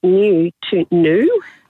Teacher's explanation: It's known as yod dropping, and we've been dropping these yods. The yod is the y sound in new, the y, and that's been going on since the early 1600s.